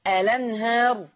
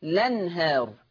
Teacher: اما ان انا اثبات همزة الوصل فاقول الأنهار، او حذف همزة الوصل فتصير لنهار